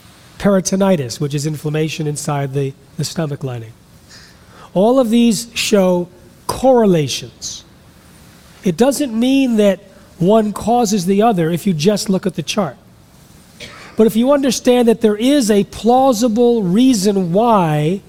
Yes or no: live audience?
yes